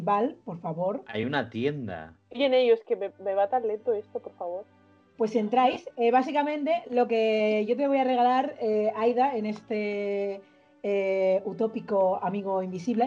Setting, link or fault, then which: link, video call